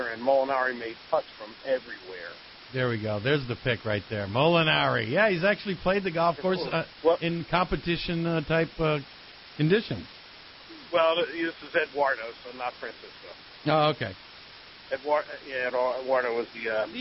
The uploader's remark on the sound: calls in to wrap up the show.